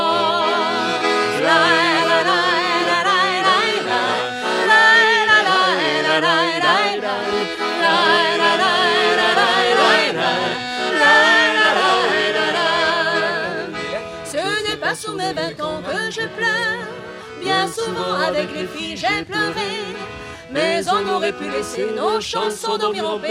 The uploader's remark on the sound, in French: Radio Live et participative pour la Festa Fogassa 2017